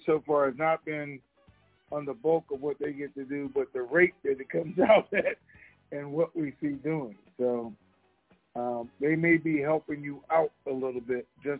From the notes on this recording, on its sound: TNTSuperfantastic Conference Call